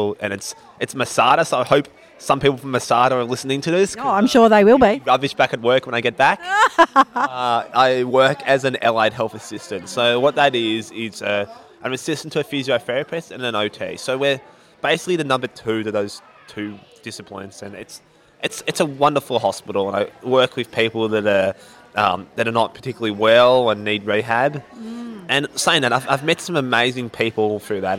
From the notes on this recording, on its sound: went on an excursion to the Special Olympics Victorian State Games with her roving podcast mic